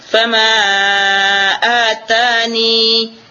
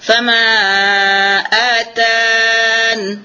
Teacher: Jadi kita akan menghilangkan ni'i yang suara ya tadi itu, kita akan hilangkan dan kita akan berhenti dengan nun mati di akhirnya · Shown in: second take · Term: hazf harful illah